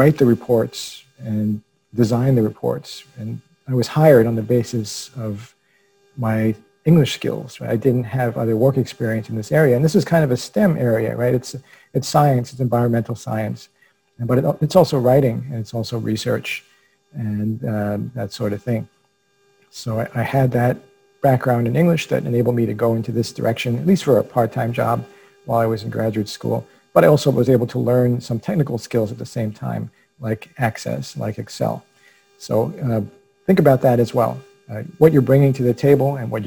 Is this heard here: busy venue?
no